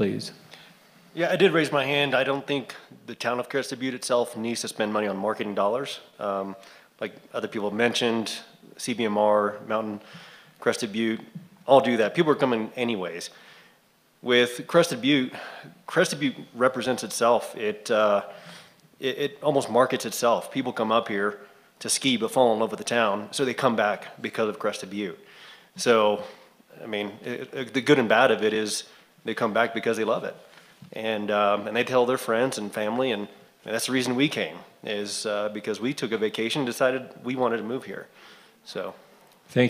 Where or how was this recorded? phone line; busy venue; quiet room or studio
busy venue